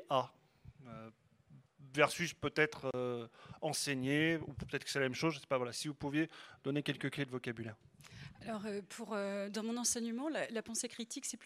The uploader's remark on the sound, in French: Enregistré au REC Toulouse 2022